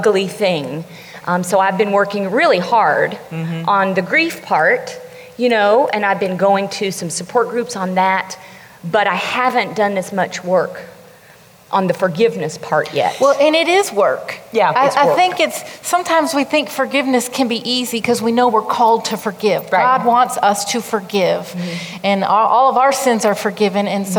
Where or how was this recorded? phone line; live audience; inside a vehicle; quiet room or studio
live audience